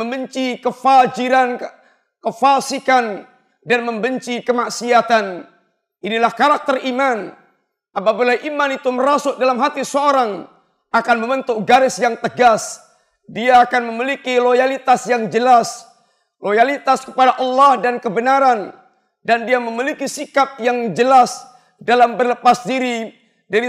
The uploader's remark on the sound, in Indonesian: Ini adalah rekaman live Khutbah Jumat